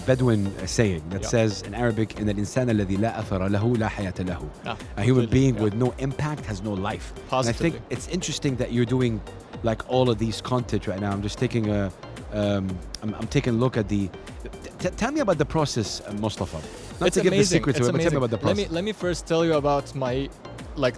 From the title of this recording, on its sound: Live from SIBF 2023